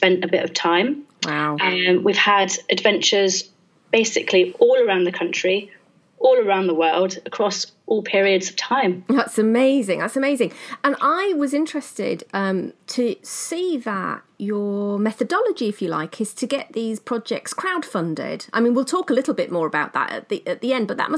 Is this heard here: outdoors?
no